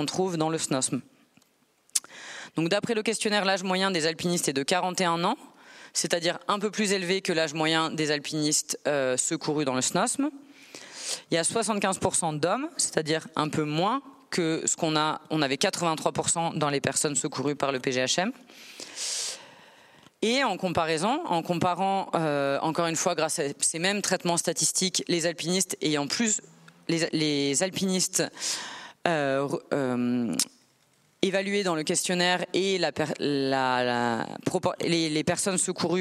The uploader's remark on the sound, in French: Juin 2023, conférence ENSA